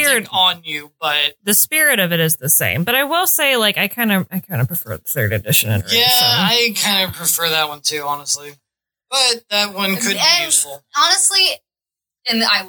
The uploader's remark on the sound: Editor's Note: The audio is better but still not 100%. Please have patience with us as we learn this entirely new system.